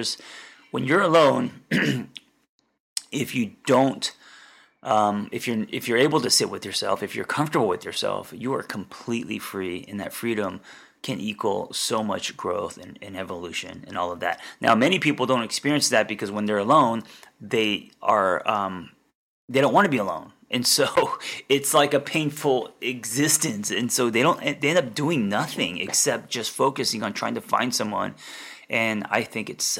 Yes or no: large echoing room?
no